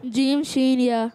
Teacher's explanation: زبان کا درمیان اور تالو کے درمیان سے ادا ہوتا ہے. اتنا ایزی، اتنا ایزی پیارے بچوں، زبان کے درمیان اور تالو کے درمیان سے.